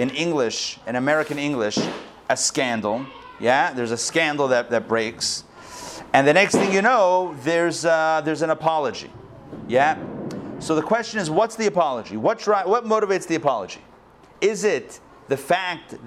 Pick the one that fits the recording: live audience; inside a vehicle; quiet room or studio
live audience